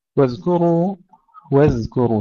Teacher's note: ترقيق الزال مع رخاوتها بدون قلقلة ثم ترقيق الكاف وتفخيم الراء